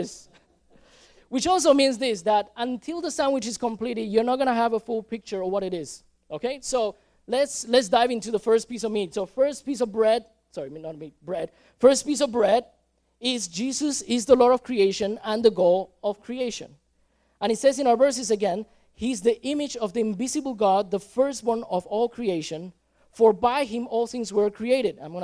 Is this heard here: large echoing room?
yes